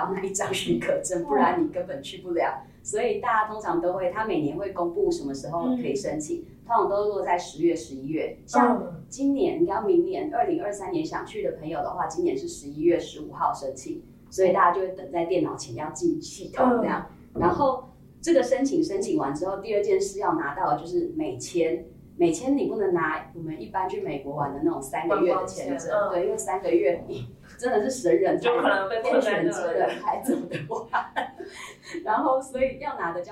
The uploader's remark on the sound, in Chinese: 收音見諒。小編還跟新設備不熟悉，有些許收音問題，煩請見諒。